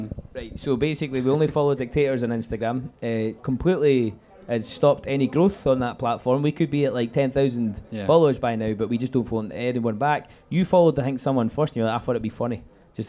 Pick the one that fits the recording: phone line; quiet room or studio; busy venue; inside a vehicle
busy venue